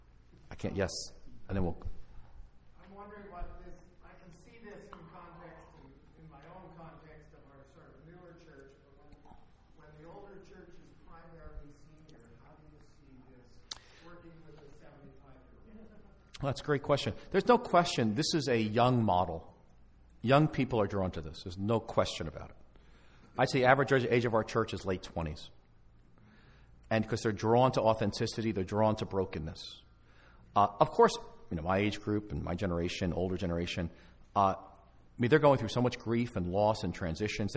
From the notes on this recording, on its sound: Live from the Reignite Conference in Toronto in November 2016